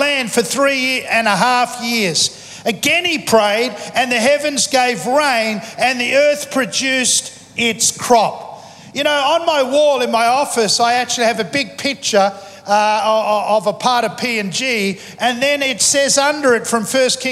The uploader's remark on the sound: Recorded live at Planetshakers Church (Melbourne) on Sunday 5th of November 2023.